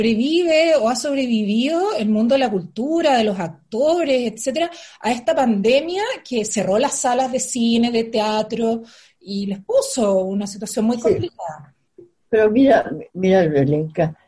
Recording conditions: video call